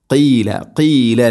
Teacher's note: ഖാഫ് തൊണ്ടയുടെ മുഗൾ ഭാഗവും കഴിഞ്ഞ് ചെറുനാക്കാണ് അതിൻ്റെ മഖ്റജ്.